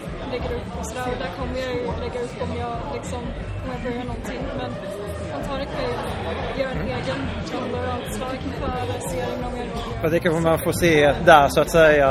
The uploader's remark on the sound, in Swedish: Creative Coast Festival 2016. Intervjua några lokala spelskapare som är på plats!